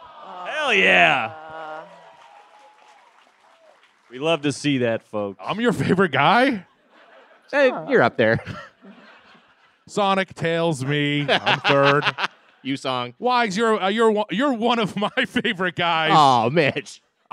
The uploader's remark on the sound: Recorded live at the Palladium Times Square on June 9, 2023